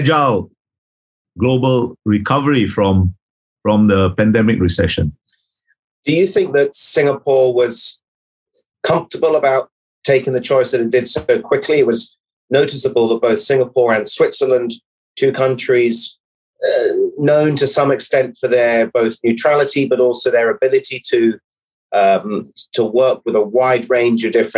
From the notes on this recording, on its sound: This is a recording of one of our digital events.